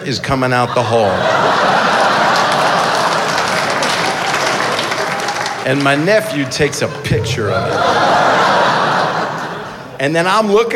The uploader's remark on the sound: In this live stage show from Seattle.